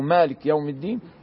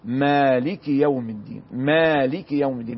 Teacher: الكسرة تتحقق في لفظ في الكاف ولكن بدون يعني مبالغة · Shown in: second take · Term: الكسرة السريعة